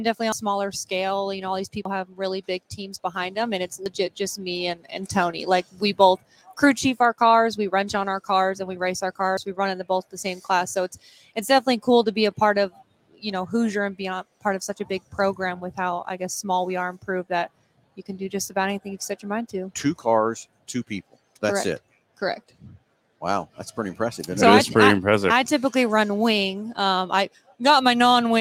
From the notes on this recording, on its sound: Live from PRI Trade Show in Indianapolis, IN.